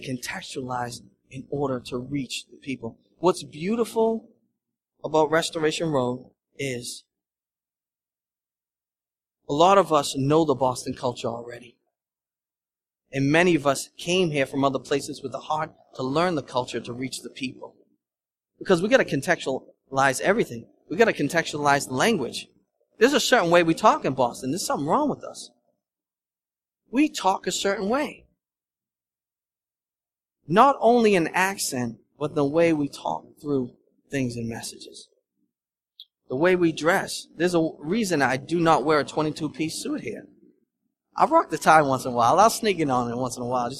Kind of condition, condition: setting, large echoing room